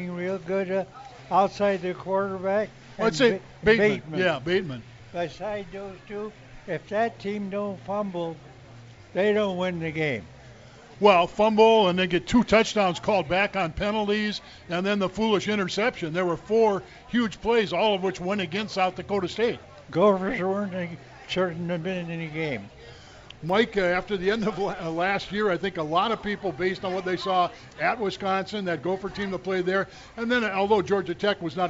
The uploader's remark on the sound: live at the state fair